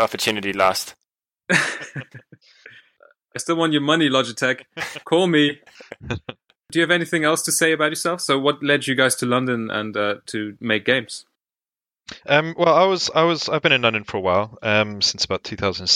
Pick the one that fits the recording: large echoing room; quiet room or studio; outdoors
quiet room or studio